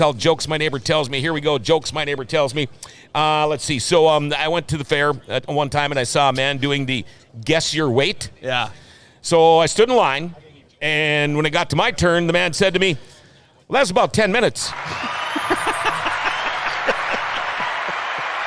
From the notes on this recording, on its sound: we are live from the Greater Grand Forks Fairgrounds